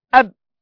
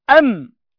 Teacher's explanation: الشفتين مع انطباق ثم انفتاح يخرج الباء، ثم مع انطباق فقط ووجود هواء يخرج غنة تخرج من الخيشوم يأتي الميم